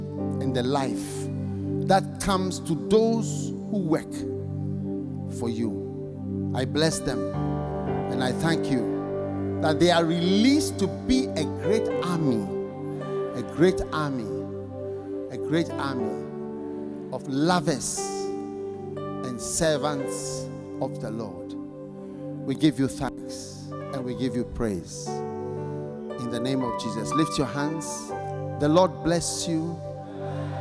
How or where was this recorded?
large echoing room